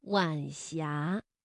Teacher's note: 晚霞是晚和阳平字相连，声调呢读二一调